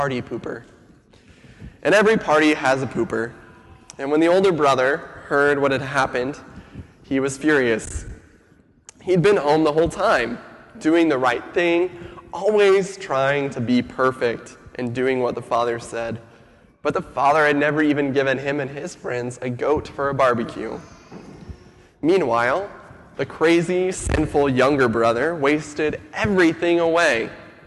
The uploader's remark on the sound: Sermon audio from FIBC Copenhagen.